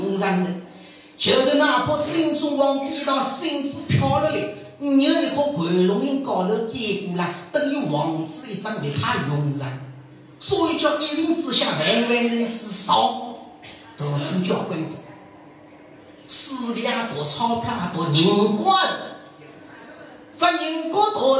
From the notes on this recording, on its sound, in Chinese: 莲花书场实况录音。